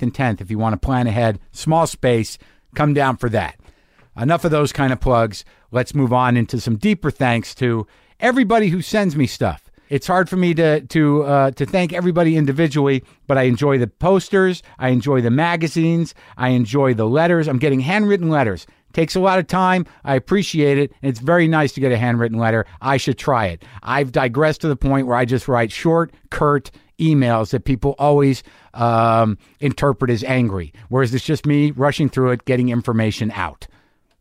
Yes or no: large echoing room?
no